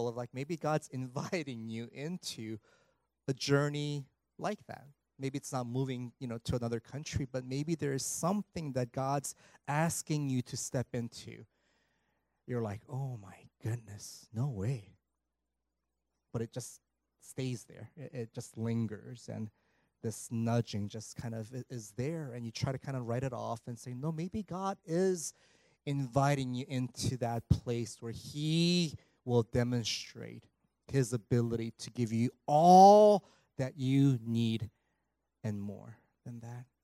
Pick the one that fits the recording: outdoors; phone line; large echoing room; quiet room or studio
large echoing room